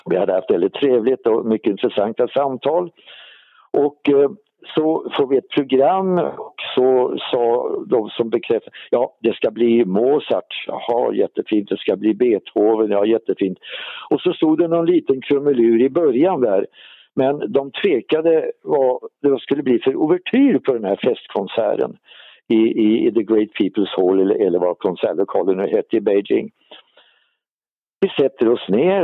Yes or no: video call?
no